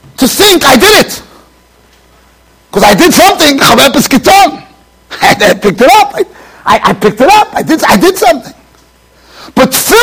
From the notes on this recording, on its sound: Shiur recorded in Yeshivas Ohr Reuven, Monsey NY.